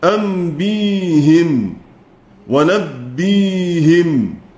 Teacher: روى عن حمزة أنه كسر الهاء لتجانس الياء التي أبدلها من الهمزة